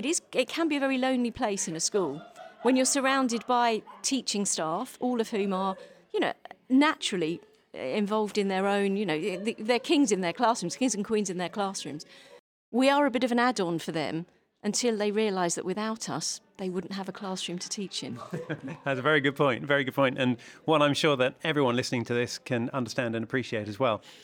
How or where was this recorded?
busy venue